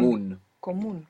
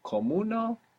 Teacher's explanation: Comun. Comun with the accent on the end · Shown in: first take